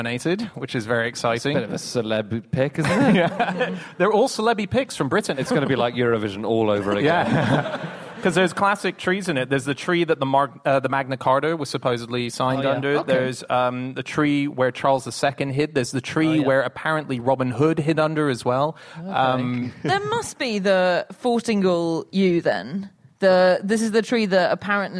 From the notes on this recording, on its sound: Live from The Junction in Cambridge